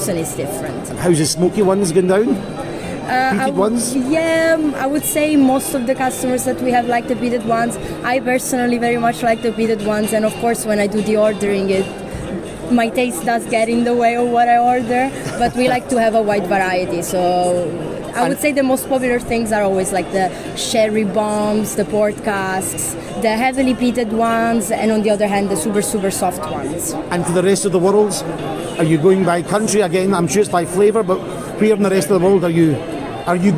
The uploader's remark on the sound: We then travel to the Netherlands to capture some of the action from The Art of Drinks Wine and Spirit Festival.